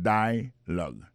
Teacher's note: Ça nous a remarqué là, nous a remarqué que l'accent tonique là tombé sous premier syllabe là